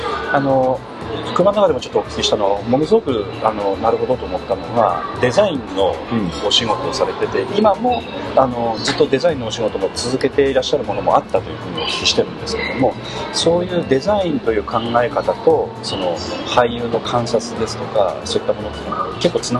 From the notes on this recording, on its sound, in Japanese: 東京某所でのインタビュー。音声につきましては、スタジオでの収録ではありませんので、多少騒がしいのはお許しいただければと思います。